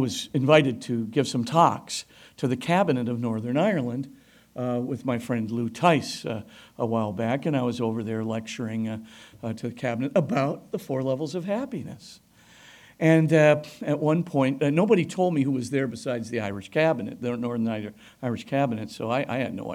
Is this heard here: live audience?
yes